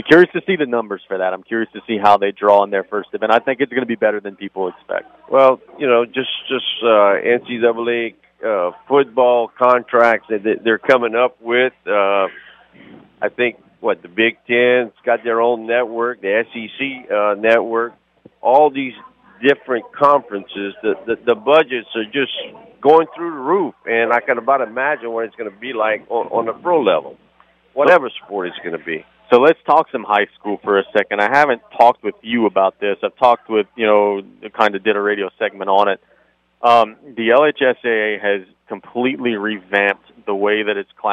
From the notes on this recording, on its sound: We are LIVE at Popeye's in Larose for the store's grand opening. We talk with store employees and celebrate the re-opening at their Larose location.